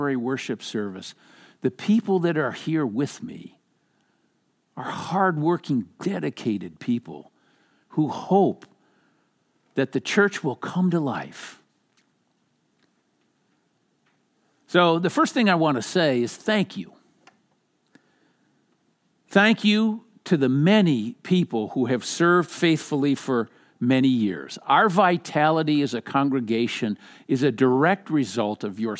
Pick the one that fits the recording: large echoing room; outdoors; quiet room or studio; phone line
large echoing room